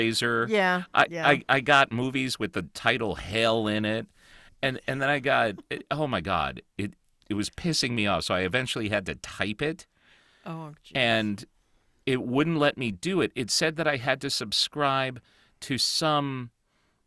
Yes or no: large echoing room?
no